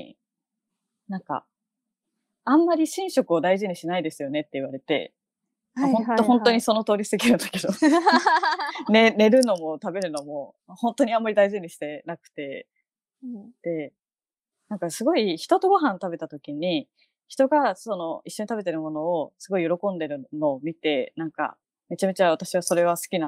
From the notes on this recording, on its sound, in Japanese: 今回は緊急事態宣言の発出に基づき、リモート環境にて収録をしております。ふだんの配信よりも聞きづらい箇所などがあるかもしれません。